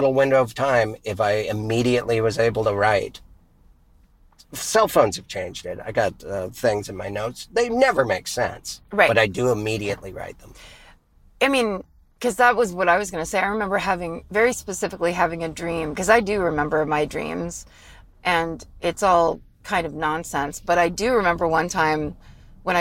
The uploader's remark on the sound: back in the car!